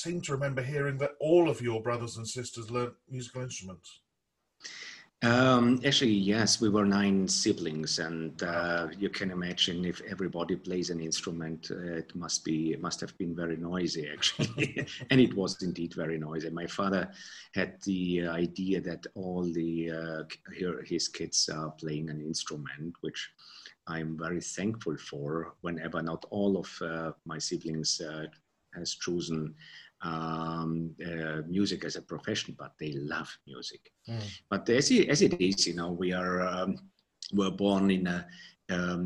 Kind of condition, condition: link, video call